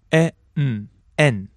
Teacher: So in English we say yen, we get the Y in there, but in Japanese, no such Y.